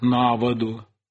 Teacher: циркумфлексовое ударение в пределах фонетического слова обязательно смещалось на его первый слог. Ну, например, как я уже сказал, в винительном падеже «воду» было циркумфлексовое ударение первого слога, и оно переносилось на предлог «на воду».